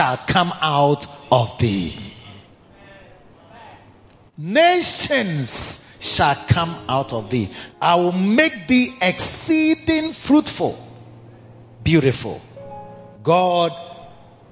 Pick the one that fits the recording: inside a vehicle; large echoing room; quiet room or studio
large echoing room